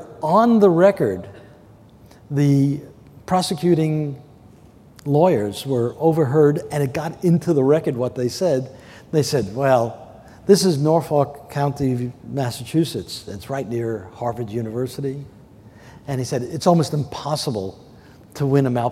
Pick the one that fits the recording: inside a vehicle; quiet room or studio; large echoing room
large echoing room